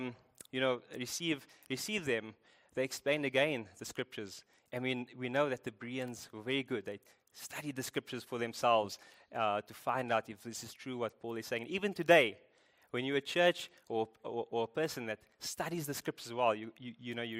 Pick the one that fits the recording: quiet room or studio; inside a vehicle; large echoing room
large echoing room